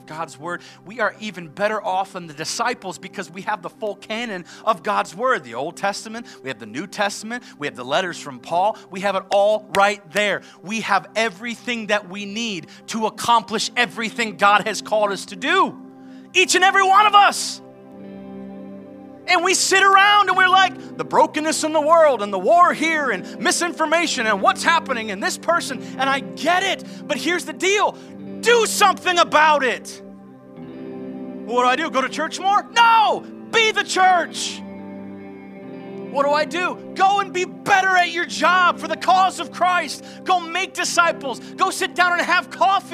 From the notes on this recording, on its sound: live from Covenant Church!